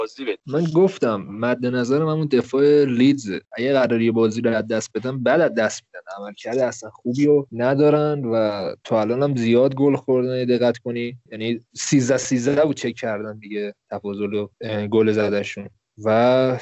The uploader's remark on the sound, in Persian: با توجه به اوجگیری شیوع ویروس کرونا و ضبط اسکایپی جداگانه هر بخش از پادکست تصمیم گرفتیم که به محض ضبط هر بخش در قالب یک قسمت مستقل آن را منتشر کنیم.